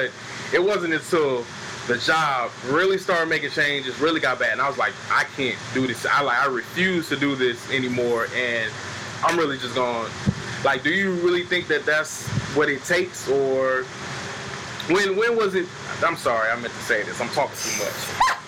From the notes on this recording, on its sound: DUE TO TECHNICAL DIFFICULTIES WHILE FILMING BY THE POOL, BACKUP PLAN MAY HAVE EFFECT ON AUDIO. DUE TO TECHNICAL DIFFICULTIES WHILE FILMING BY THE POOL, BACKUP PLAN MAY HAVE EFFECT ON AUDIO.